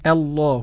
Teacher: عندما نبدأ بهمزة مفتوحة، همزة مفتوحة بس مرققة في الله